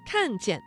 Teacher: 看见这个词中的见读成了轻声，读看见。看见。点啊，你读啱咗未啊？哎，嗱，呢个我听明白咗啦，拣 C 啊嘛。唔啱啊，唔啱啊，呢个应该选 B 啊，你要根据前后嘅语境嚟到判断啊嘛。哎呀，我哋都去睇下正确答案啦。磨耳朵，长知识，一起来。正确答案是什么？欢迎来到正确答案是什么？今天要为大家带来的是孙悟空三打白骨精。听故事之前啊，先给大家出道题，大家可以边听边想答案。这集的故事主要是讲白骨精诱捕唐僧师徒，孙悟空现身一棍降妖。哎，刚才这句话当中啊，哪个字发生了语流音变了呢？我们先来听故事。话说孙悟空变成金蝉大仙的模样，让四个假小妖用轿子抬着，一路大摇大摆进了波月洞。白骨精还以为是真的干妈驾到了呢，高兴极了，吩咐小妖们架起油锅，点起了火。这边烧着锅，那边就把唐僧、猪八戒和沙和尚推了出来。